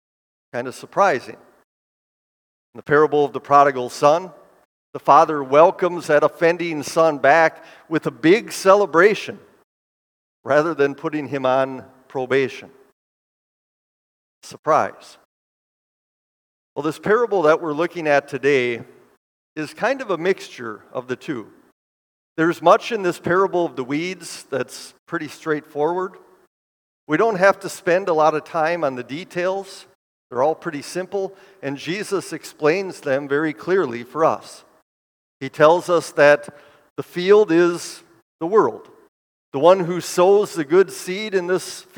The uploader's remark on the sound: Bethany, Appleton, WI. Preached this sermon at Bethany's Sunday worship on July 23, 2023.